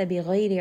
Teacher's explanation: ra in this case is light because it has a kasra